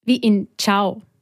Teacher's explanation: wenn nach dem i noch ein Vokal kommt, hört man das i nicht